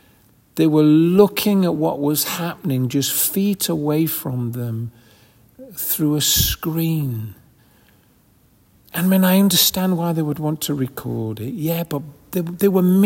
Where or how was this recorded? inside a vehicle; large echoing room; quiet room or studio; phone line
large echoing room